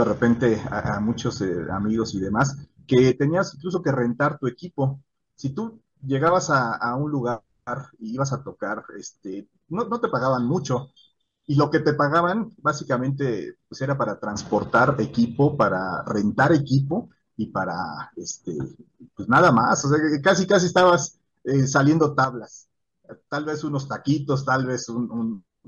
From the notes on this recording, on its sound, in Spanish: Charlamos via zoom